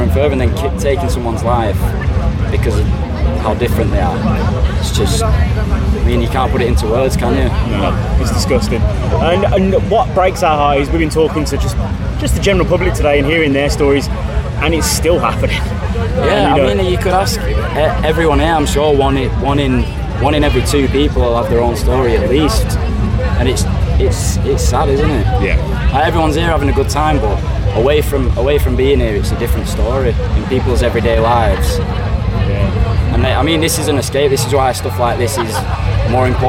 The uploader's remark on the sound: Live from Bloodstock Festival 2022. Unfortunately due to technical issues because of the intense heat at Bloodstock this interview cut off just short of the end.